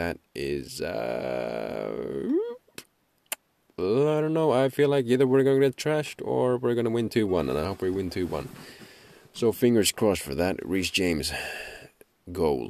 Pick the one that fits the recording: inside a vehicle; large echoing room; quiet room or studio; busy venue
inside a vehicle